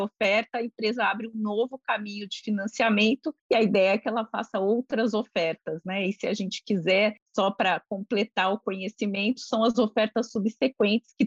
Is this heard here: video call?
yes